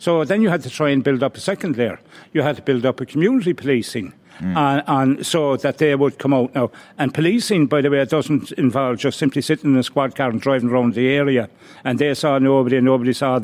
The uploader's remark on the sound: joined LIVE at the International Rugby Experience in Limerick